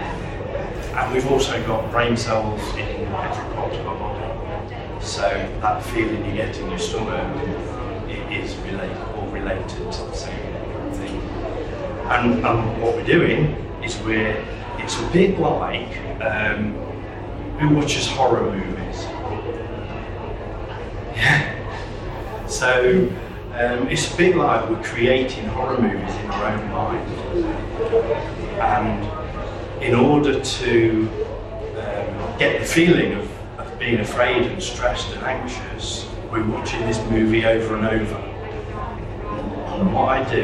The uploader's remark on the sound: Full Circle Podcast at the Hope and Harmony MBS Show. We got to talk to many people making new friends and getting to watch and record their inspired talks and demonstrations.